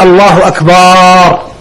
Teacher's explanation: بعضهم يمد يضع ألفا بين الباء والألف